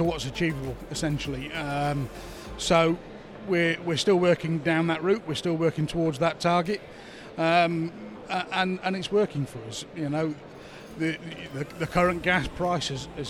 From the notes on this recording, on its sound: we're recording from our very own exhibition stand here at the ITT Hub event in Farnborough!